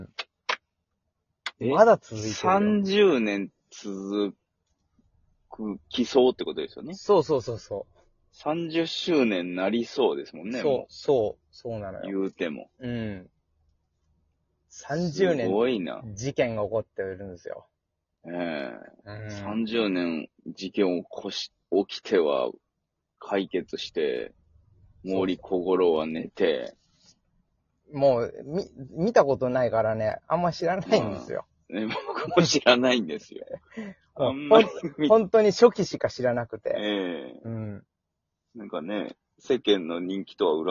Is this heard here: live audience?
no